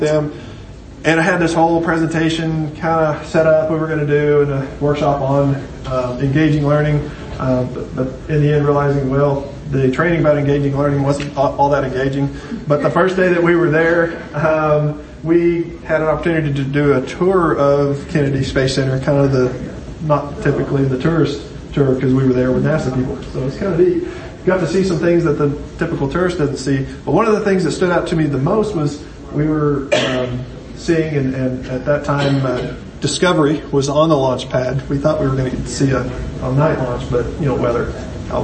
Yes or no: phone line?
no